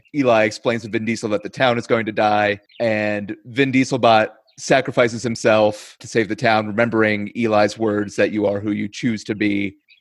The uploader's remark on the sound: We had to use our backup recording for this one, so it’s just the audio from our Zoom call. The quality is a bit lower than normal.